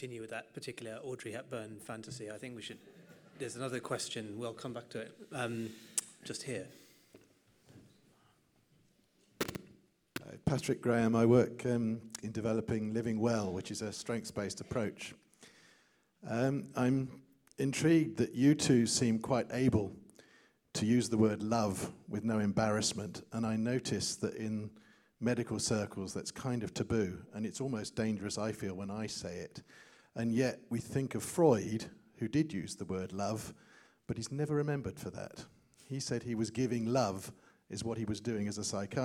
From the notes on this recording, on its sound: Questions from the Medicine Unboxed 2012 audience